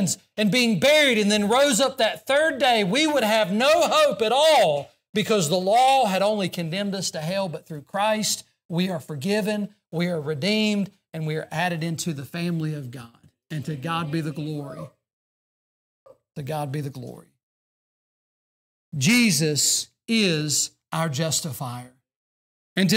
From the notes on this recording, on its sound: during the Sunday evening service on February 24, 2024, at Southside Baptist Church in Mount Airy, NC.